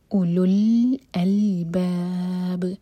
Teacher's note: बा को साकिन करके रुकेंगे तो बा पर कलकला होगा